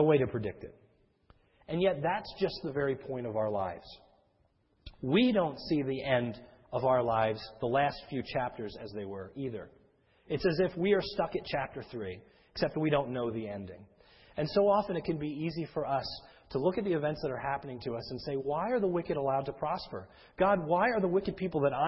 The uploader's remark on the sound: This is a sermon recorded at the Lebanon Bible Fellowship Church, in Lebanon, PA. During the morning service.